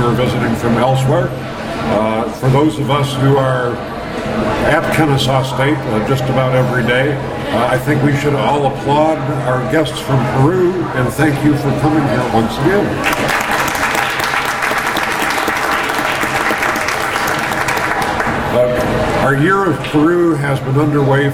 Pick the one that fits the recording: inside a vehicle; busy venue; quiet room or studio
busy venue